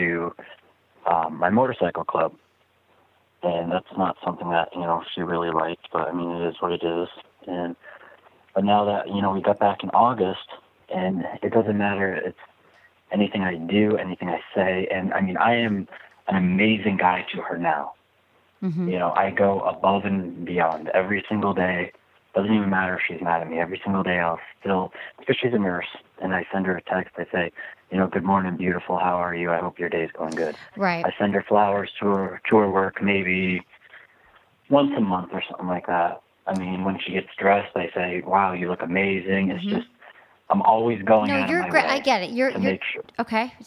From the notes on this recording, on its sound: addresses all these issues with live callers